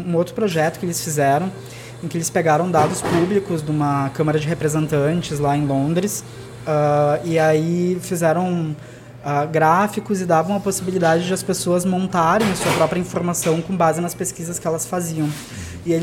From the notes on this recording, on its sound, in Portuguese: O bate-papo foi gravado no Café do Duque, no Centro Histórico de Porto Alegre, em setembro de 2016.